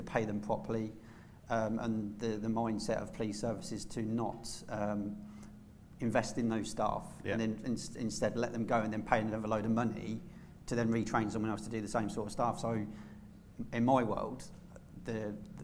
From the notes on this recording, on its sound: This episode was recorded with a live audience at the MSAB UK June event at Chester Racecourse.